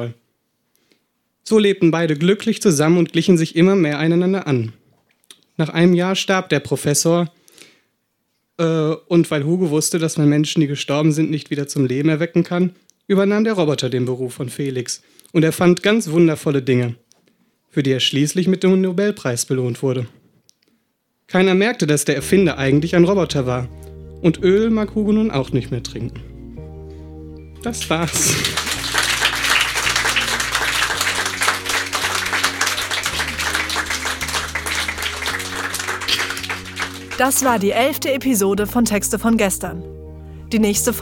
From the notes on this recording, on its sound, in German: Ausschnitte aus der Veranstaltung vom 09.03.2018 in der Hafenschänke Subrosa, Dortmund. Auswahl der Beiträge von der „texte von gestern“-Liveshow. Heißen Dank an das Subrosa, unser tolles Publikum.